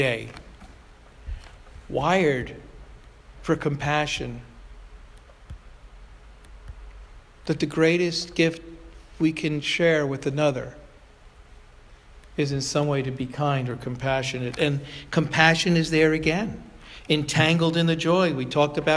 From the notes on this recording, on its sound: Provocation delivered at Sayville Congregational United Church of Christ on July 2, 2017.